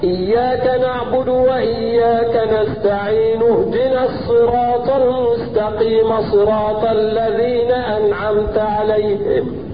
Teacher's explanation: النون والميم حركناهم فما مدتش أكثر من المد الطبيعي